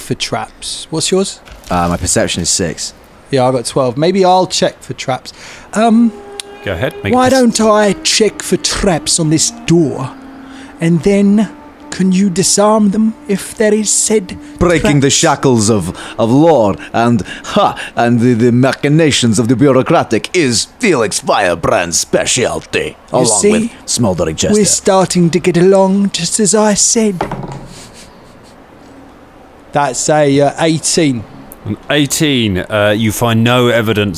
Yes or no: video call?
no